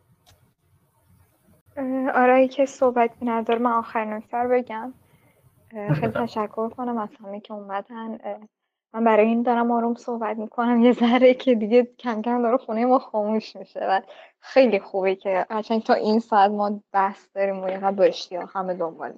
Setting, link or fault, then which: link, video call